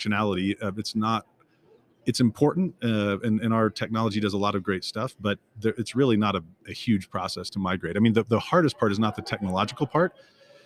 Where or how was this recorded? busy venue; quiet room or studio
busy venue